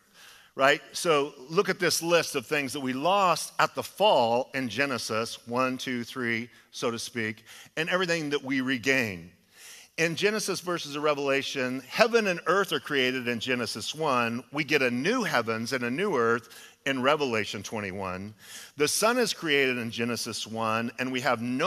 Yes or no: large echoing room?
yes